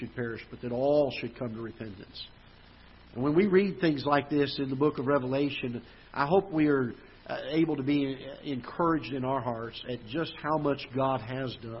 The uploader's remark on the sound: Ketha Heights Baptist Church ~ Live Broadcast